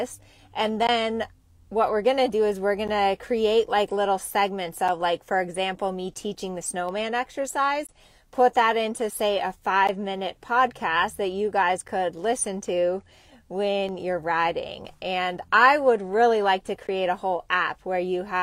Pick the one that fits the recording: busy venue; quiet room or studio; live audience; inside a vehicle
inside a vehicle